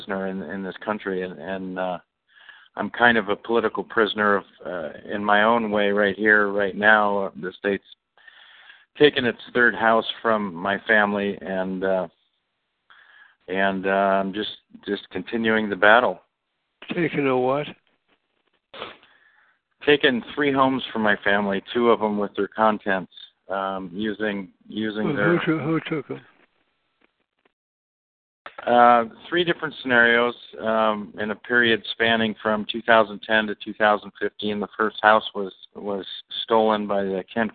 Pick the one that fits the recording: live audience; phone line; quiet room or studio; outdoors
phone line